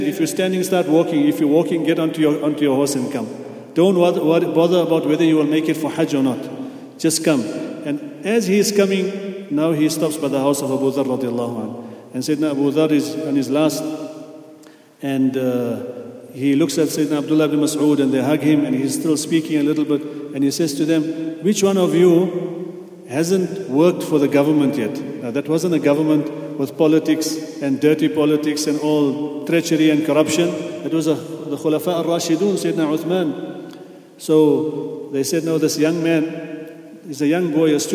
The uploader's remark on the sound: at the Houghton Masjid (West Street)